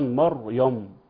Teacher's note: الأمر الأول الميم كثير من الناس ممكن يعني إيه يأتي بها مفخمة وأيضا الياء فتقرأ خطأ مريم.